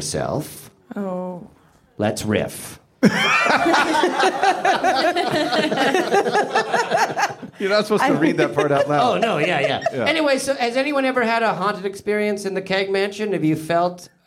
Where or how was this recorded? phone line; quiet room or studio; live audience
live audience